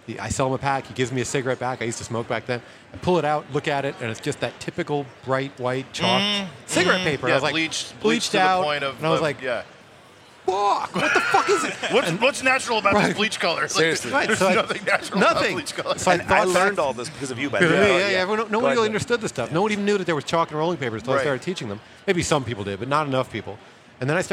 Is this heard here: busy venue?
yes